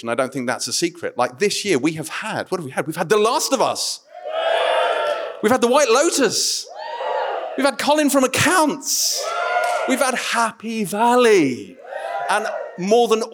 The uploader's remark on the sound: We had a big old party at Kings Place in London. Not to mention about 400 of you, our brilliant listeners. Answer questions from the audience.